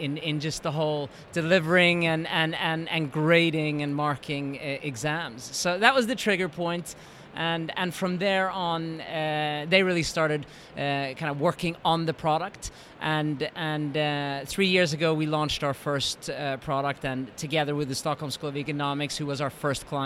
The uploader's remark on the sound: Live from Bett Show 2017